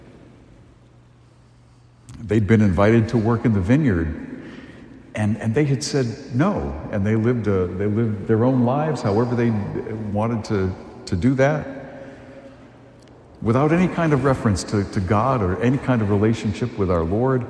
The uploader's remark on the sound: A homily delivered at St. Joseph's Church in Amesbury, Massachusetts.